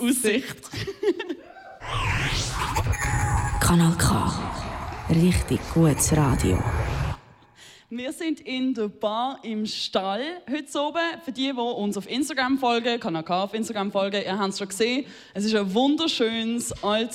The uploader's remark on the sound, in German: Sind wir nicht nur auf Kanal K live gegangen, sondern durften in der Bar im Stall vor einem Live-Publikum podcasten. Die Kirsche auf der Torte: Das abschliessende Live-Set.